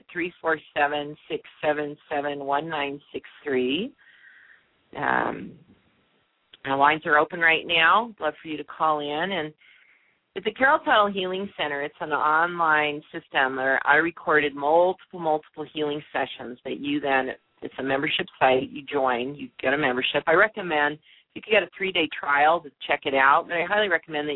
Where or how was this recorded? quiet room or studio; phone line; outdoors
phone line